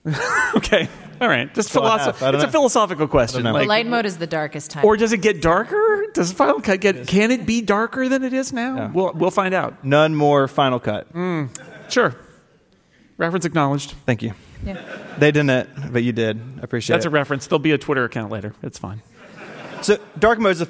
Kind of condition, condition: setting, live audience